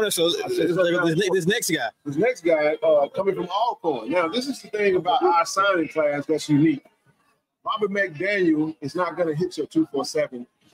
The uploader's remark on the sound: Live from Thee Recruit Reveal